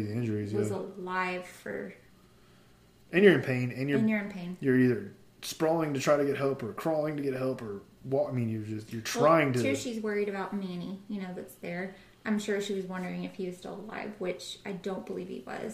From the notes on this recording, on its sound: We record in our office, so we do pick up some background sound from the house and we did order some new equipment to help improve sound.